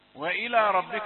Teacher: الراء مفخمة فهو يستعد لها من قبل فيقول وإلى يعني يفخم اللام